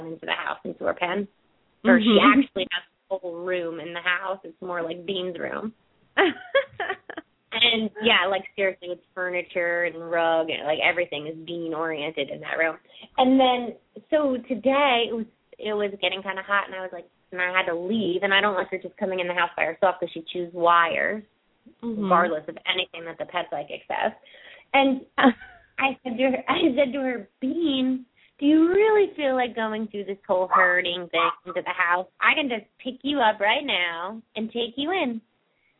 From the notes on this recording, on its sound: open up the lines for listeners to call